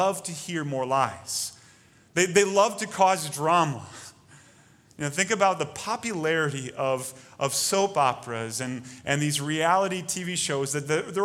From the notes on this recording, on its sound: Delivered Sunday, June 14, 2020 at Woodridge Community Church (New Berlin, WI).